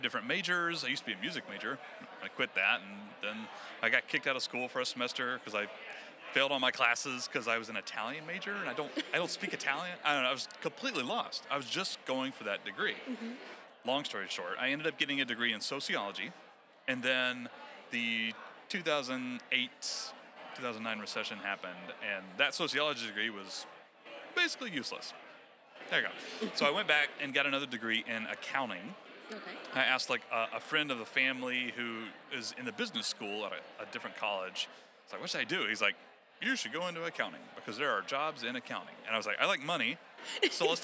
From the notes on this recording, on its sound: Join us live from FinCon 2023.